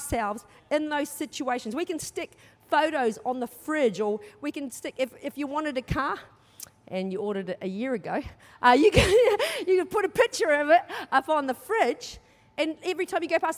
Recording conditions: large echoing room